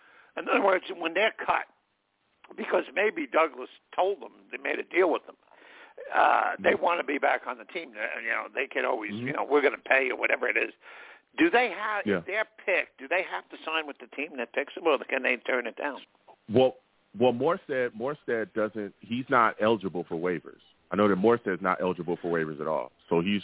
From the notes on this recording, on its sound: I take live callers!